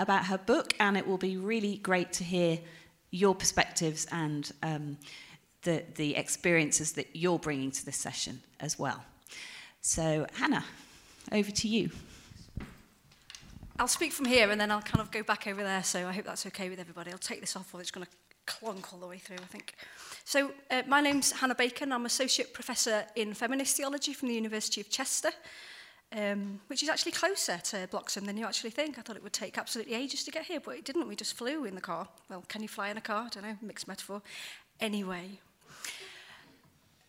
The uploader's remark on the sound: The talk was recorded at the Church Times Festival of Faith and Literature, at Bloxham School, in Oxfordshire, in February.